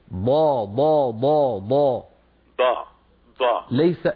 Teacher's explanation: الضاد من حافتي اللسان، ولا تتكئ ولا تضغط على طرف لسانك الامامي